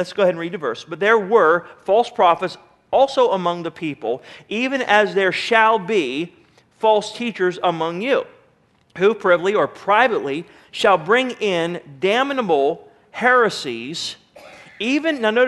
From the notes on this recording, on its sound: Sermon was recorded June 28, 2009 at Northside Baptist Church of Elkhart, Indiana